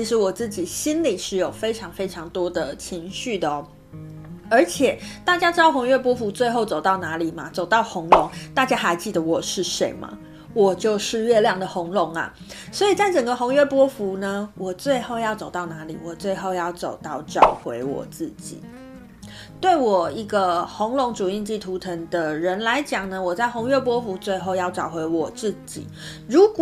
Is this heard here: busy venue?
no